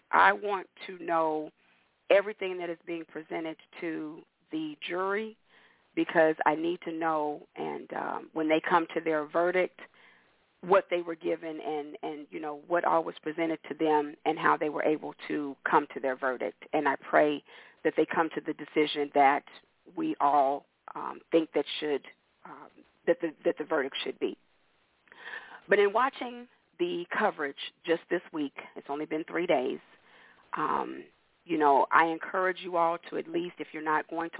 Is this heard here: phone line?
yes